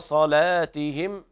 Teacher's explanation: وفي قوله تعالى صلاتهم غلظنا اللام لورش